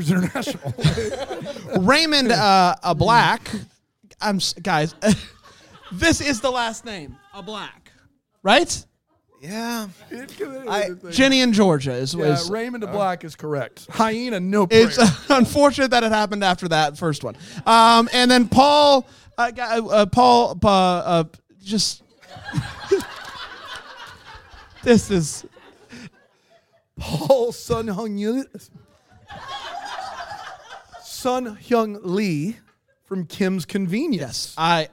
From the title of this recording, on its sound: LIVE FROM BRAMBLE FEST